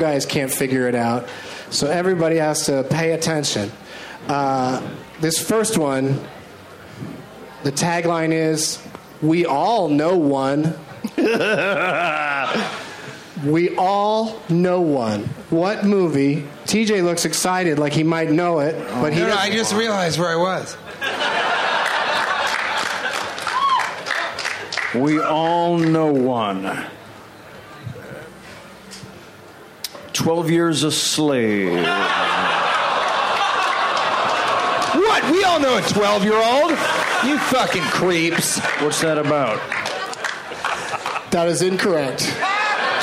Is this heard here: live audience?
yes